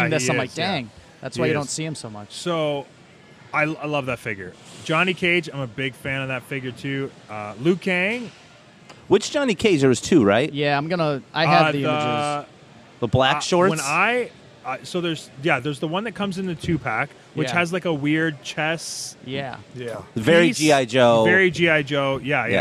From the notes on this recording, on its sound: live from Really Cool Comic Con in Flint, MI!